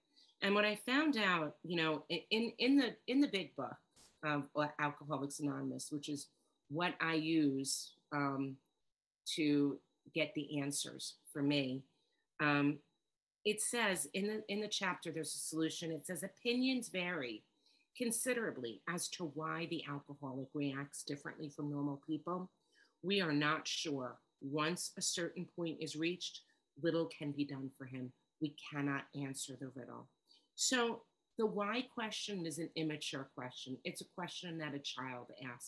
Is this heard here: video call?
yes